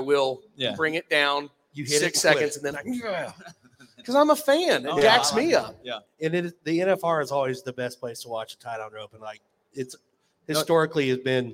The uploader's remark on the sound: RümpChät Live at the 2023 NFR